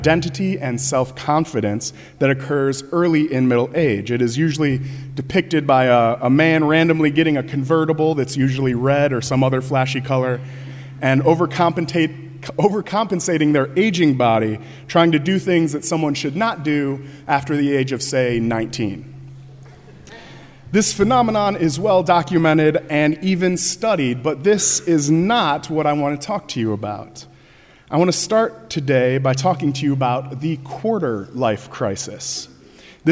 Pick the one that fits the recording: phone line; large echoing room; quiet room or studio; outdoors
large echoing room